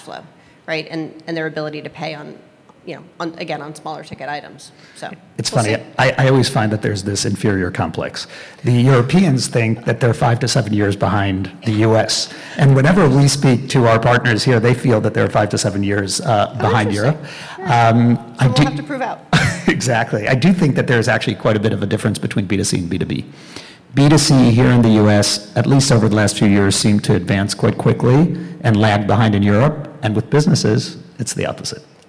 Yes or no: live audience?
yes